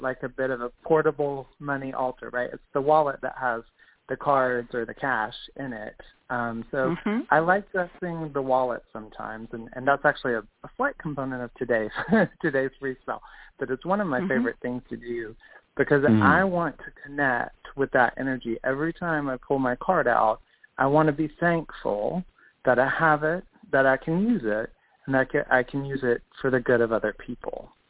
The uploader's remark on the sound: The Lucky Mojo Hoodoo Rootwork Hour is a real, live call-in show where the general public gets a chance to ask about actual problems with love, career, and spiritual protection. We begin this show with a Discussion Panel.